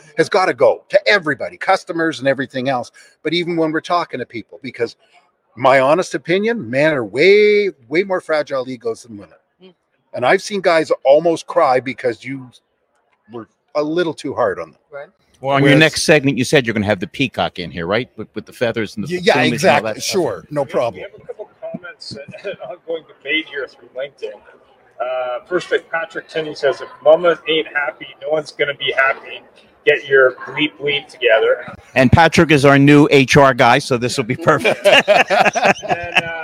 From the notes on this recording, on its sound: at Driving Sales LIVE in person at the Driving Sales Event in Las Vegas